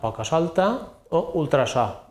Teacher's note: És una S entre vocals, però sona com a S sorda.